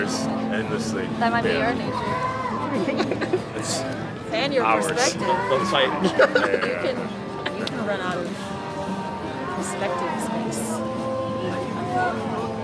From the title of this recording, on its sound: Street Interviews - LA Boardwalk